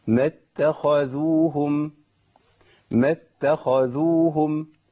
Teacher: والذال مرققه معاكم، والخاء وقعت بين مرققين، لابد من بيان كل ايه مرقق على حدا وبيان المفخم. · الخاء عندي مفخمه تفخيم عالي هنا